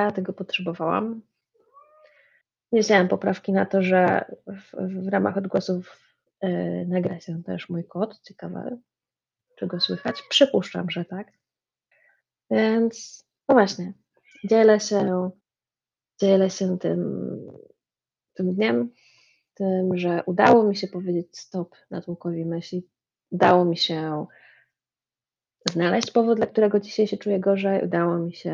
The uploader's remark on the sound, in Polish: kiepska jakość nagrania wybaczcie...